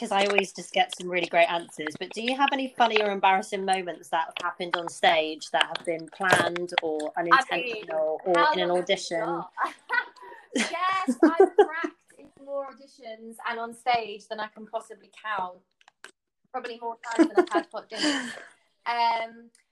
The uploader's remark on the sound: Apologies for the technical difficulties in this one